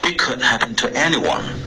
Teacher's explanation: Anyone 结尾的 n，你顶了舌尖，可是你顶舌尖前出了一点点微妙的后鼻音